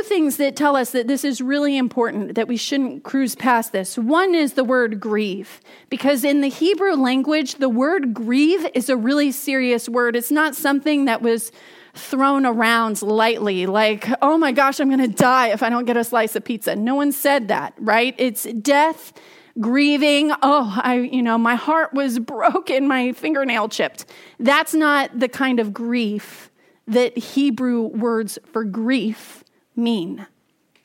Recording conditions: large echoing room